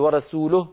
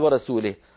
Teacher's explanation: يعني الضمة تحولت إلى كسرة · Shown in: second take · Term: فكسر اللام